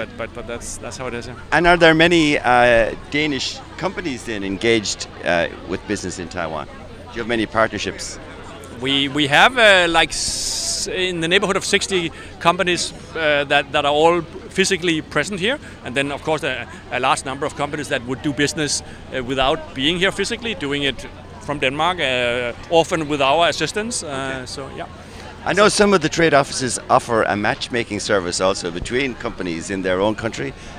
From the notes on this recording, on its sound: We caught up with some of their representatives to find out more at the Europe Festival in Taipei. We caught up with some of their representatives to find out more at the Europe Festival in Taipei.